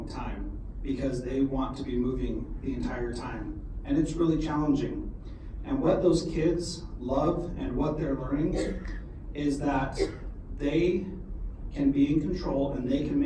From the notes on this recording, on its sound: This is a keynote that I presented for the Alaska Society for Technology in Education Conference in February.